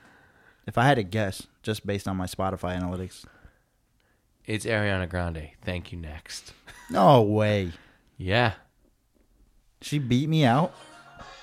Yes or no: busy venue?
no